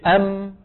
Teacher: تخرج بانطباق الشفتين ويصاحب ذلك غنة من الخيشوم · Term: الميم